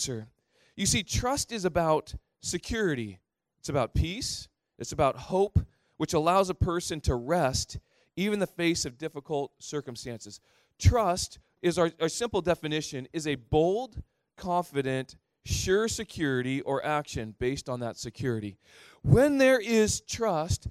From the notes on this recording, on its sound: Thrive Leadership Conference (Session 6). Recorded on September 2, 2018 at THRIVE Church Vancouver, Canada.